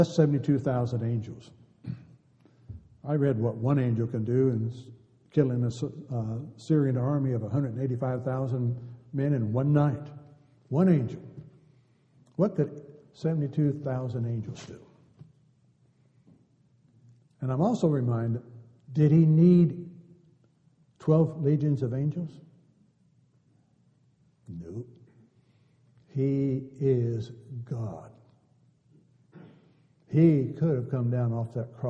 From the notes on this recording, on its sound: Downtown Church Of Christ Audio Sermon